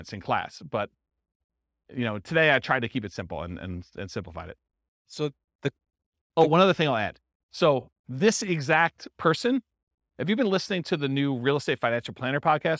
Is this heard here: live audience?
yes